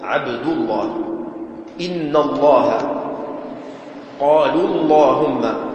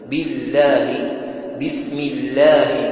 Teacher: لام لفظ الجلالة تفخم إذا جاءت بعد فتح أو ضم، وترقق إذا جاءت بعد كسر